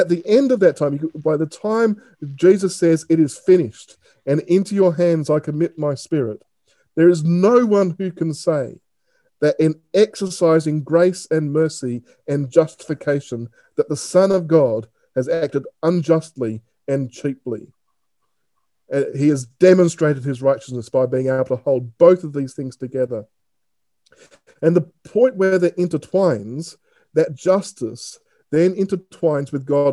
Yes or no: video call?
yes